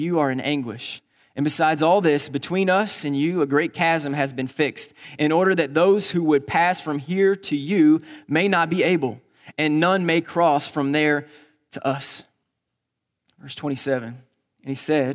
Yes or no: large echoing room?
yes